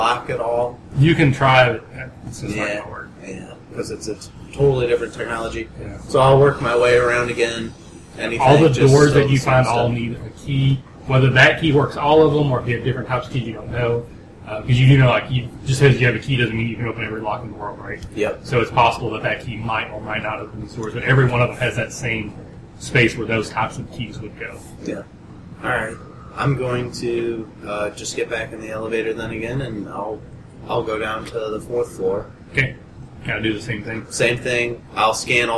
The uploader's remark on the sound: The sound quality of this episode was very up and down. I spent way too much time trying to equalize the highs and lows.